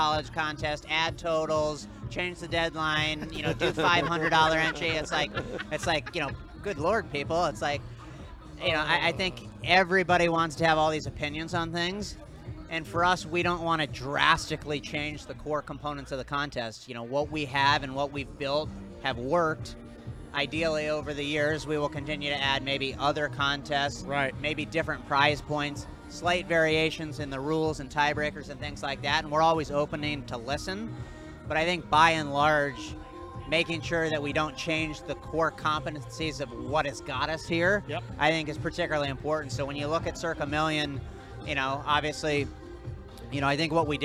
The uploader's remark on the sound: Live From Stadium Swim at Circa Las Vegas. Host a live show with the Brigade for the first time ever in Las Vegas.